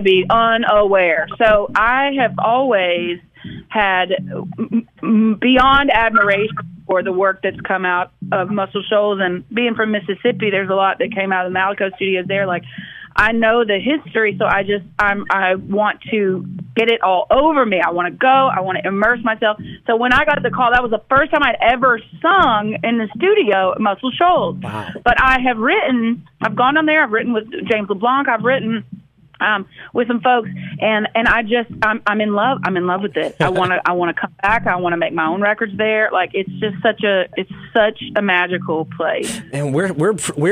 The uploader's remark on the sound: Join the MY-101.5 morning show by phone.